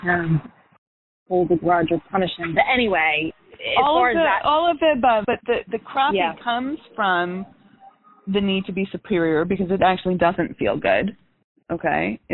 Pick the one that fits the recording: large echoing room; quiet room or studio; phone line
phone line